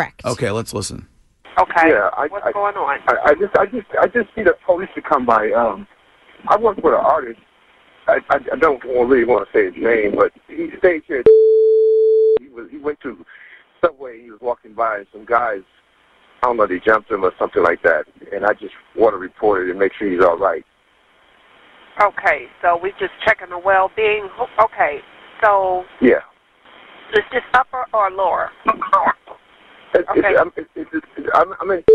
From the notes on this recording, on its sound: makes a moving phone call